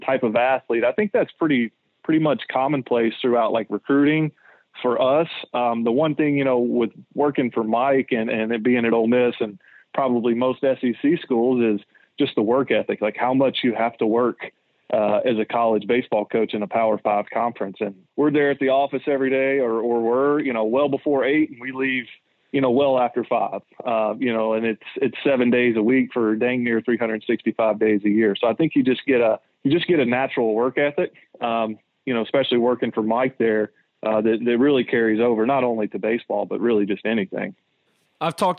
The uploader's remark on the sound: joins on the Modern Woodmen phone line (17:00)